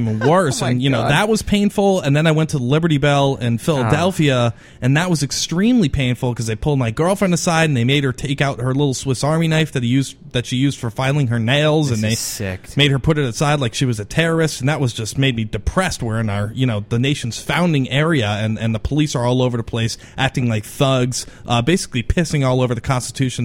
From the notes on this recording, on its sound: Live coverage from the G-20 conferences in Pittsburg